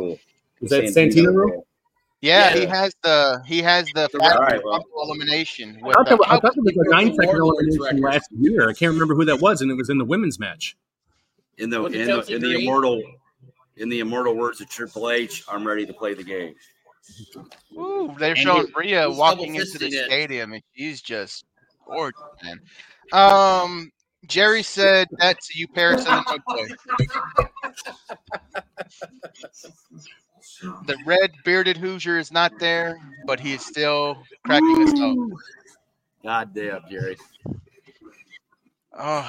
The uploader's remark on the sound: Enjoy the audio playback from our LIVE show at Copeland’s Bar and Grill !!